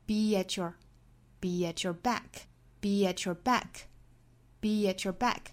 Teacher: 这里有一个小连读，就是 be at 的连读。我们读的快一点呢，有一个小 ye 的音带出来。